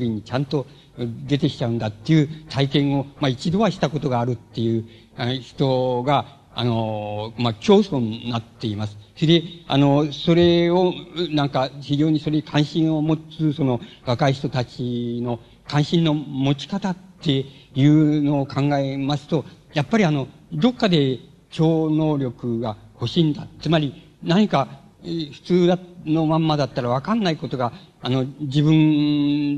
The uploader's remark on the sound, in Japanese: 場所：渋谷・シアターコクーン。音源は主催者提供。